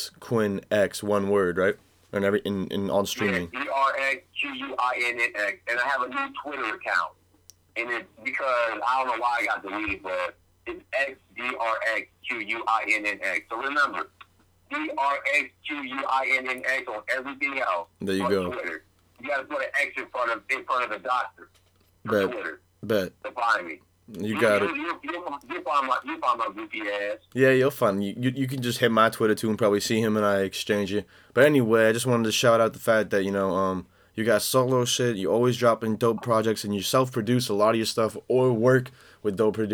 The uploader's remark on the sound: called in from Chicago